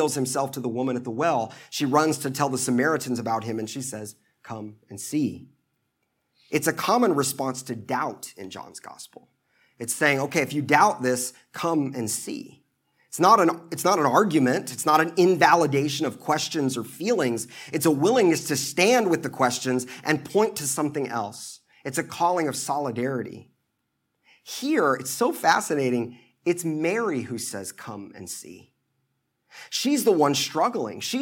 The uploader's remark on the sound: at the Washington National Cathedral in 2008